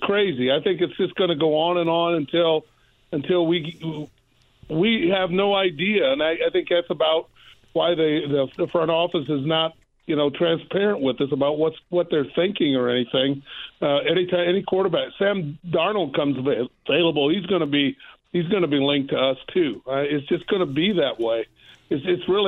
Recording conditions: phone line